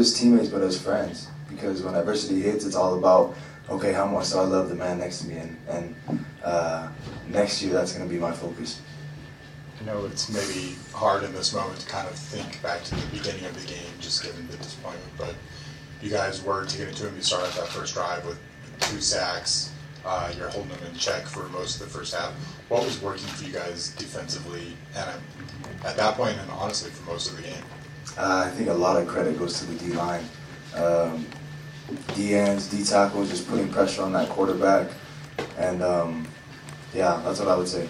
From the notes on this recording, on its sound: post game press conference